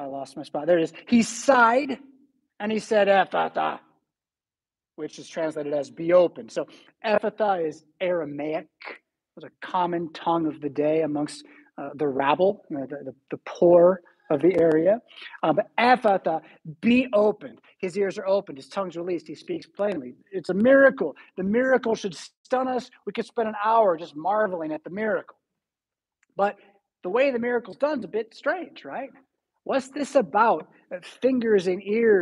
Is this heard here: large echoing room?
yes